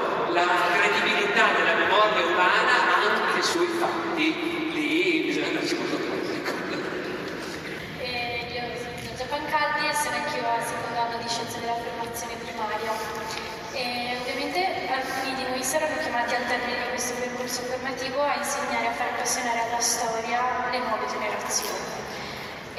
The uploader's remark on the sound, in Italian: (Bologna, 2023). Festa Internazionale della Storia. Audio registrato in loco - remasterizzato e migliorato.